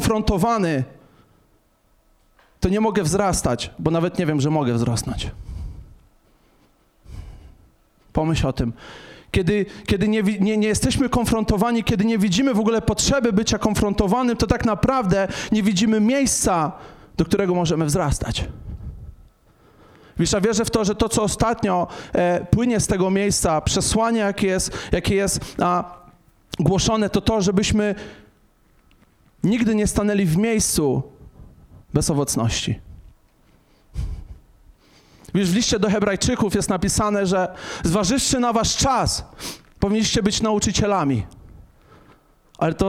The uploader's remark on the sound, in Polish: Nauczanie zostało nagrane podczas spotkania Makrogrupy NOF Church 18.11.2021 r.